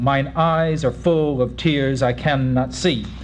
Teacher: each even-numbered syllable is stressed more than the preceding odd-numbered syllable